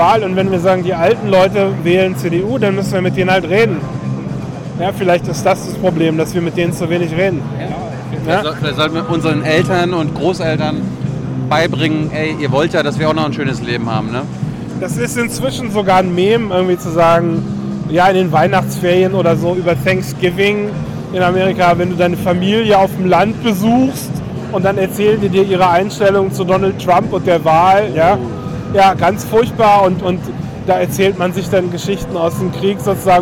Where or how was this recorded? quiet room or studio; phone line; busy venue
busy venue